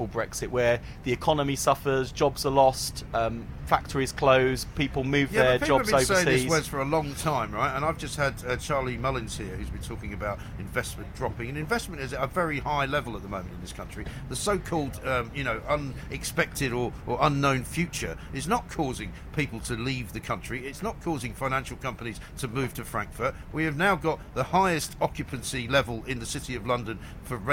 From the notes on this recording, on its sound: Live from College Green.